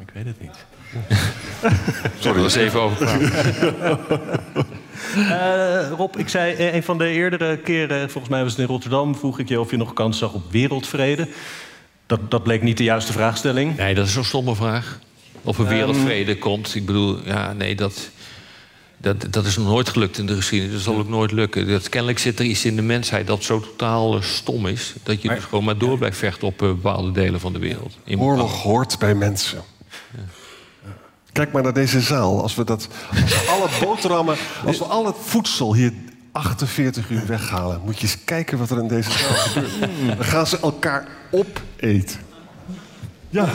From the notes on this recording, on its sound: live in Tivoli, Utrecht